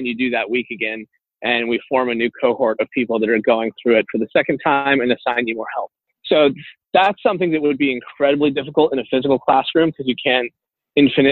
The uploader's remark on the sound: By the way, we apologize for the audio quality of this interview. Over the phone while he was on the move between meetings.